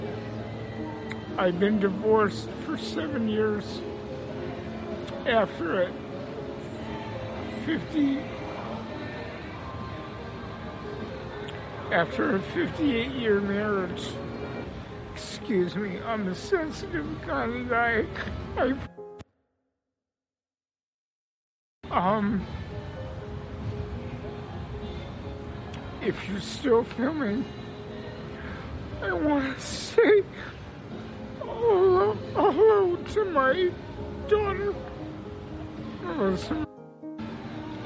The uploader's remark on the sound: Here are some interviews I recorded while out in different areas of L.A.